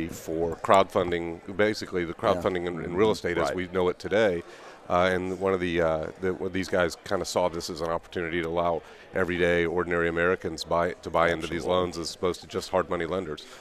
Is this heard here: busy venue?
yes